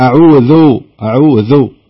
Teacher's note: الذال اللسان يخرج عند النطق بيخرج من الأسنان. لا يثبت في الأسنان أو يكون داخل الأسنان.